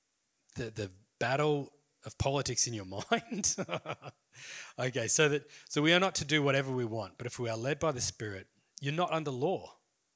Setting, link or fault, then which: setting, large echoing room